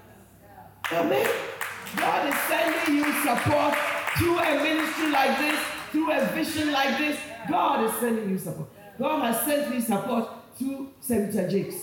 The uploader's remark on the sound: Preached at Chosen Woman Conference, Accra Ghana